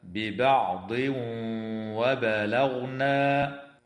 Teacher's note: ويدغم التنوين في الواو مع الغنة في قوله تعالى: ببعض وبلغنا